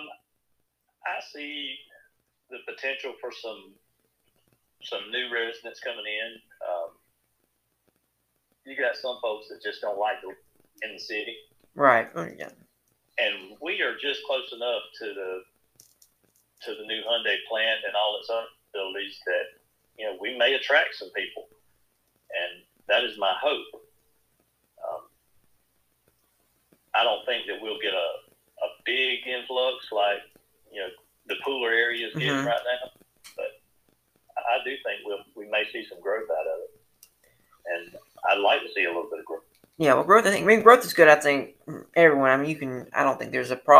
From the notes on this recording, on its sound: On the first over the phone interview.